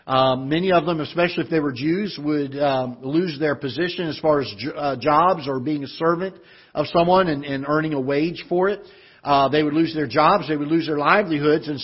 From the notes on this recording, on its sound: Ketha Heights Baptist Church ~ Live Broadcast.